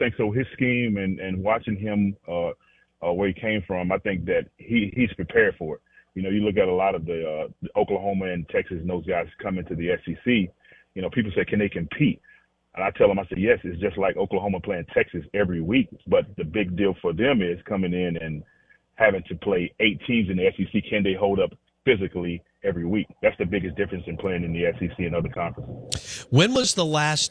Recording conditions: phone line